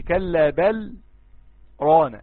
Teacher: السكت مقداره حركتين بتتوقف فيهم عن القراءة لكن دون اخذ نفس